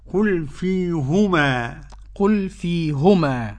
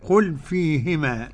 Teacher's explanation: فيهما قرأ يعقوب بضم الهاء · Shown in: first take